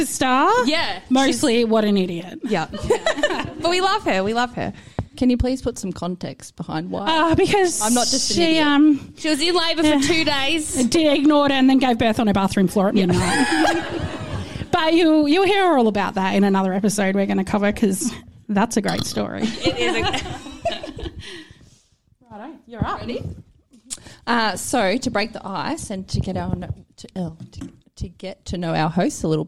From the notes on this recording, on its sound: LIVE Episode. Shits & Gigs 2 was recorded in front of a live audience. Big thank you to super fans who came along to support our LIVE recording and gave us a cheeky helping answer here and there.